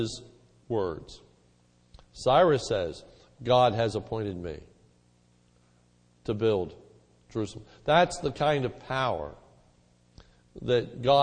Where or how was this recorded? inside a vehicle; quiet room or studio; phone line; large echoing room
large echoing room